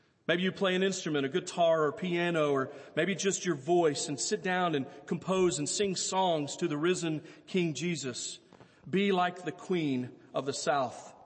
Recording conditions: large echoing room